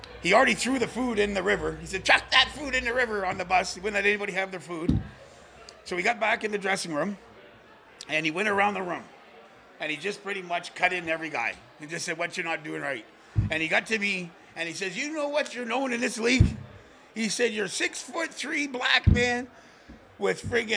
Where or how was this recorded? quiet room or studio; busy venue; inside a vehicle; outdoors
busy venue